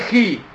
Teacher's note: الخاء والغين بالذات لو كسرتهم بينطقوا مرققين